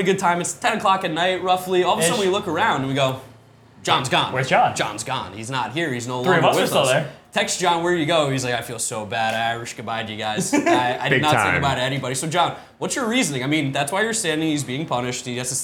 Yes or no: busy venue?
yes